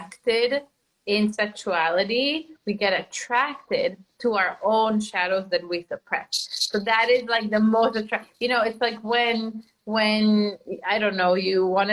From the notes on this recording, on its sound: This is an IG Live turned into Podcast Episode.